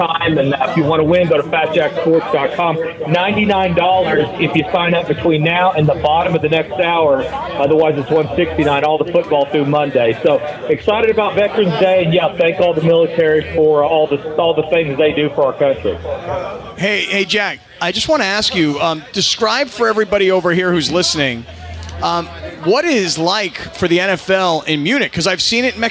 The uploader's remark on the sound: We are live from Bastard’s Canteen in Downey for the 247th Marine Corps Birthday & Veterans Day Bash!